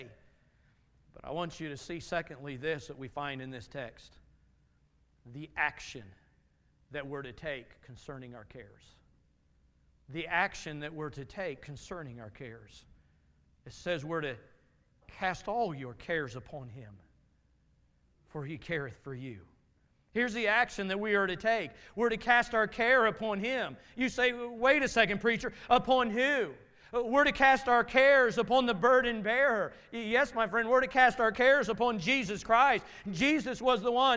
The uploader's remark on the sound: Message from Sunday morning service